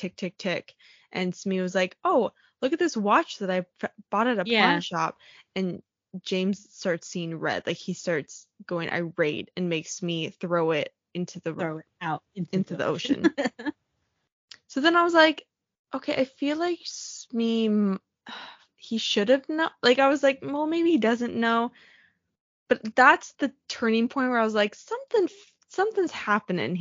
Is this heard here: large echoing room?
no